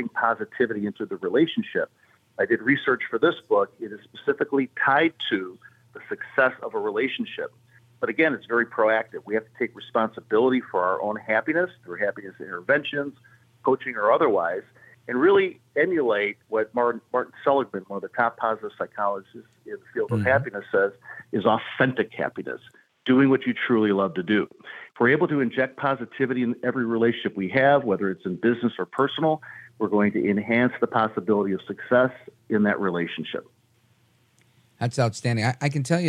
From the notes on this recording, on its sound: we take your phone calls in open phones across America